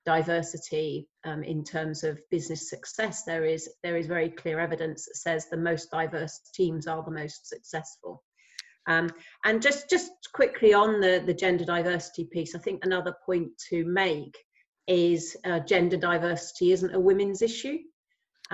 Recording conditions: video call